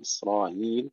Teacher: كلمة إسرائيل فيها لأبي جعفر تسهيل الهمزة، إسرائيل، مع التوسط والقصر في الألف التي قبلها.